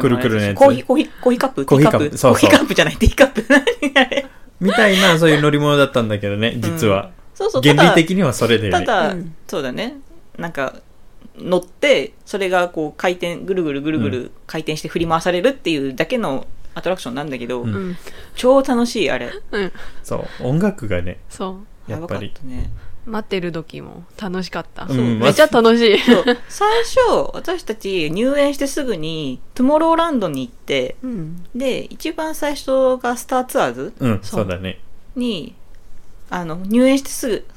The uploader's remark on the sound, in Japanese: 窓を開けて収録していたので、風でドアが揺れる音が入ってしまい、お聞き苦しいところがあります。ごめんなさい…！